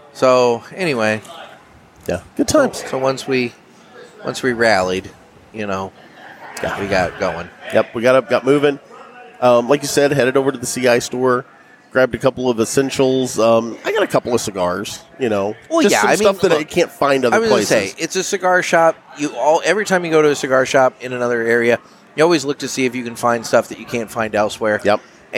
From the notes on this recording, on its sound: Live from Ybor City 2021. We're coming at you Live from the JRE Tobacco Mobile Studios at King Corona in Ybor City! In town for the Cigar Heritage Festival and some general chaos.